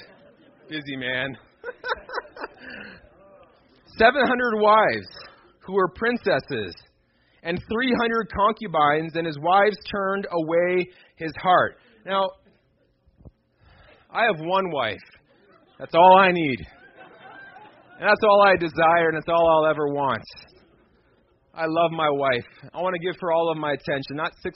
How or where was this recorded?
large echoing room